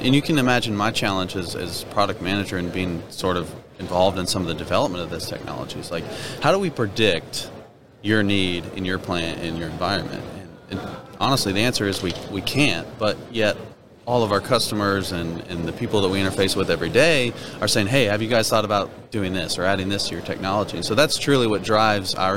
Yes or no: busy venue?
yes